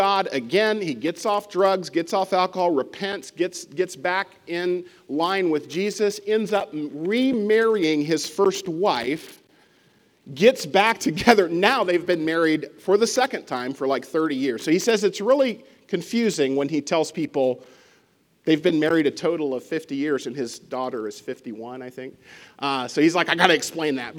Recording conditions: large echoing room